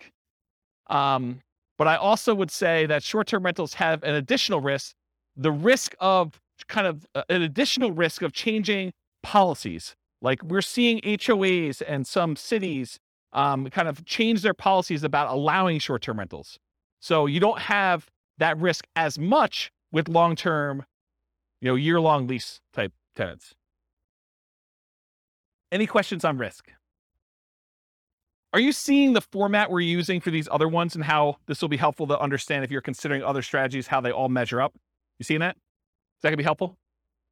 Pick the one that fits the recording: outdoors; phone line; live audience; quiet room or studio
live audience